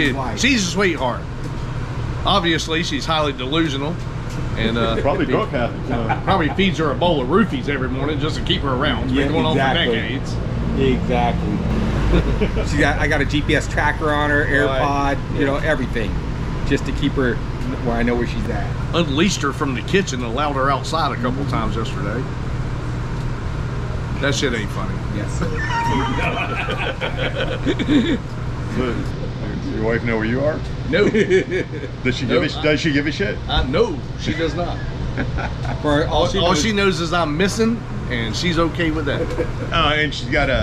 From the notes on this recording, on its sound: In this episode we are on location at the Daytona International Speedway for the Coke Zero Sugar 400.